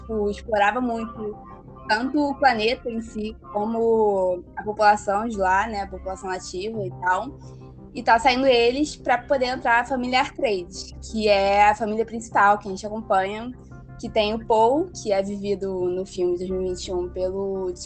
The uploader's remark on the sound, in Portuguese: Tivemos alguns problemas na captação de áudio.